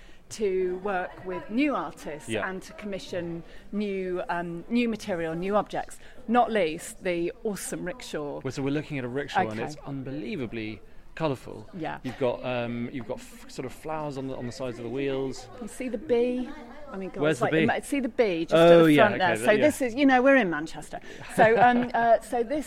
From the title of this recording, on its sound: Live from Manchester Museum